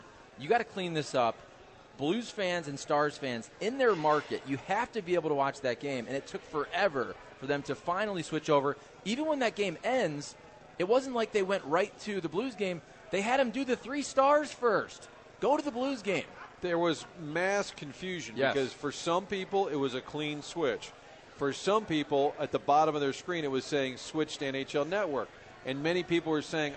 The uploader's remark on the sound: broadcasting live from the Social Bar and Grill